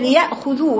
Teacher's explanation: خاء مضمومة، يعني درجة التفخيم فيها مش عالية جدا، لكن بعض الناس تقول ليأخذوا يعني ما تبينش ابدا اي